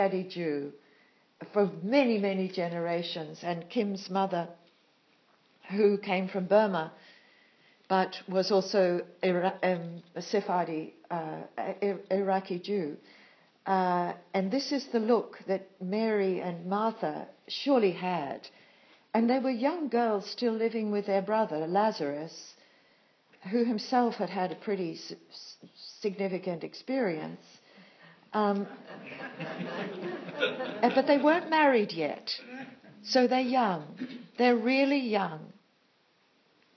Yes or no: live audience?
yes